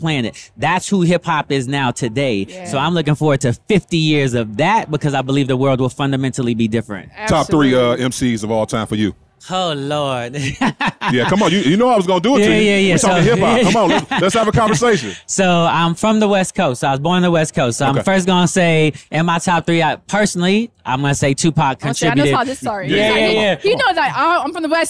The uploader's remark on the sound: We Went LIVE at the FutureLAND Conference 2023